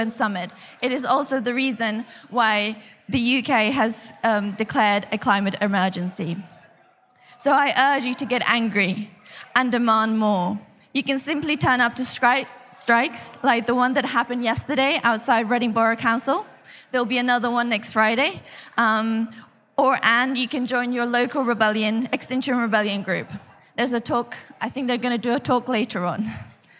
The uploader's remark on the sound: live at Reading Vegan Festival 2019